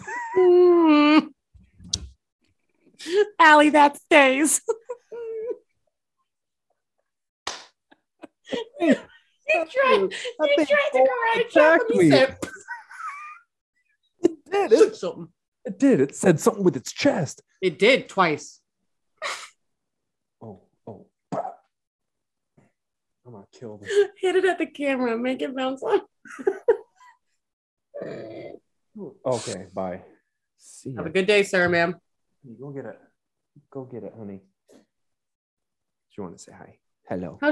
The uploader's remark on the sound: We ran into some technical difficulties and had to end the episode early.